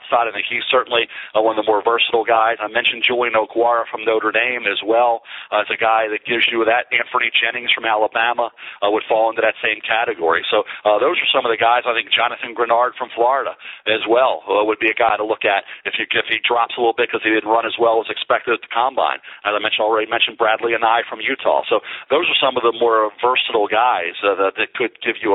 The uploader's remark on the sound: NFL Draft teleconference